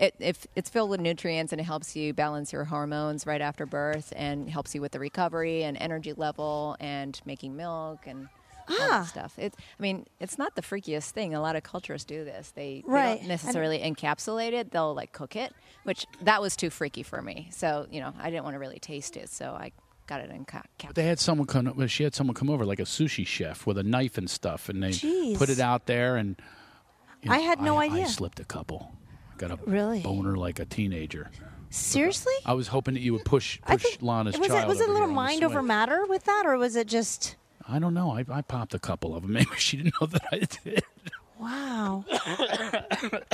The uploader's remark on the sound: Live from the Mercy Lounge in Nashville TN